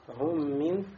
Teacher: Идгом. Идгом аль-мутамасилейн. То есть входит мим в мим